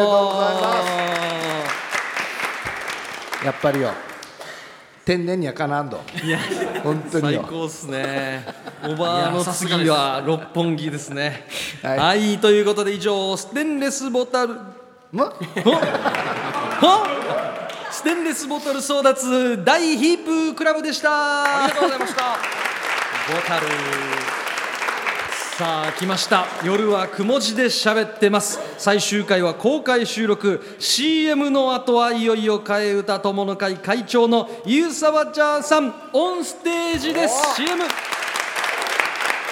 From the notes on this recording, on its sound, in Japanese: 最終回は最初で最後の公開収録。たくさんのリスナーの皆様にお越しいただきました。